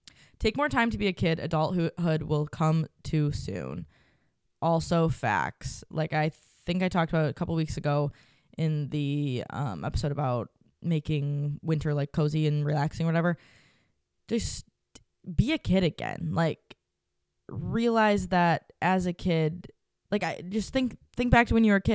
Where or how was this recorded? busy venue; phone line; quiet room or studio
quiet room or studio